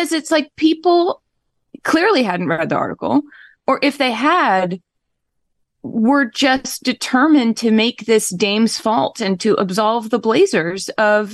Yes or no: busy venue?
no